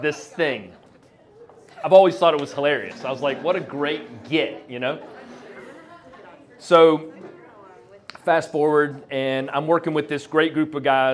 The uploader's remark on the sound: Anonymous story recorded on February 21st at Petra's. Goes south is a live storytelling event out of Charlotte, NC. This podcast combines audio recordings from these live events to share with you! Goes south live events take place on the 3rd Tuesday of the month at Petra's in Historic Plaza-Midwood, Charlotte, NC.